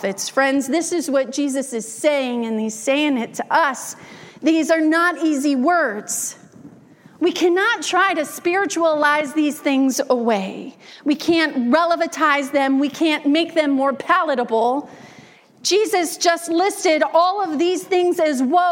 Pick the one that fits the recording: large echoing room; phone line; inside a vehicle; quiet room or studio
large echoing room